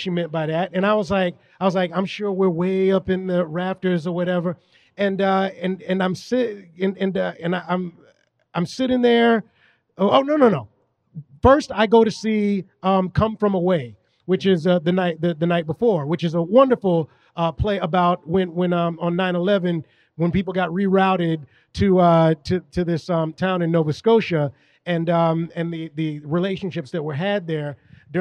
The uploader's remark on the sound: live from the Scum and Villainy Cantina in Hollywood, CA